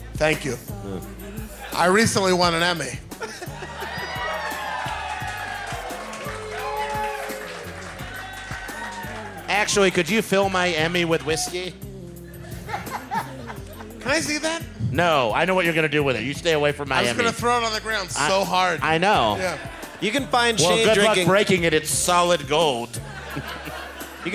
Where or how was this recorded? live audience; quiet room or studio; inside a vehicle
live audience